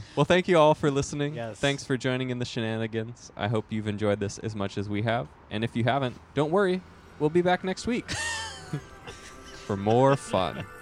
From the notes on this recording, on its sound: Gather outside in person on a drizzly night.